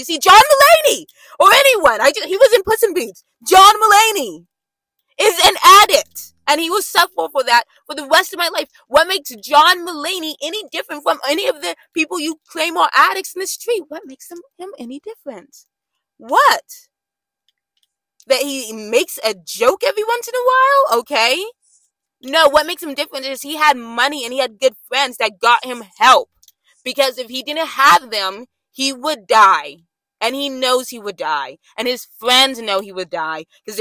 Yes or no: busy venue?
no